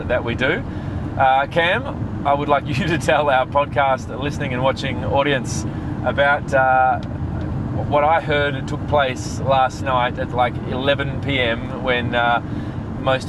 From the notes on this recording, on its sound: Recorded live in the car during a long drive to Mildura.